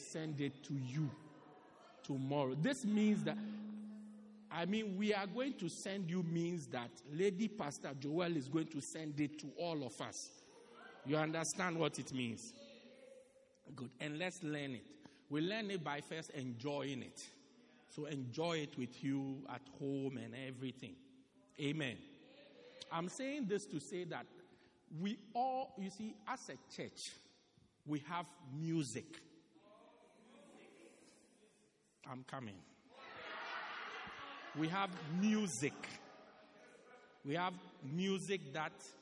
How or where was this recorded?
large echoing room